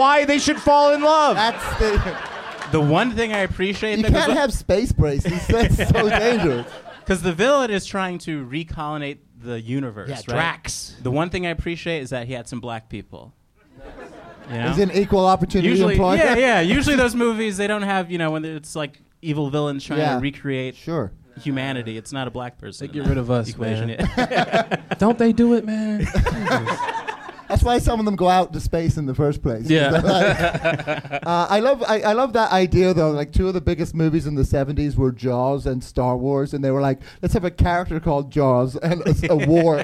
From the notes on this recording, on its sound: Live from Zanies in Rosemont, IL